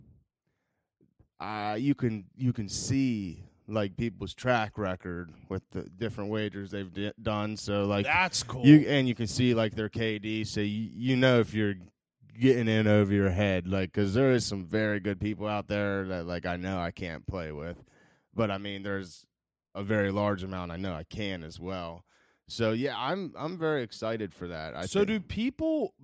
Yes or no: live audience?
no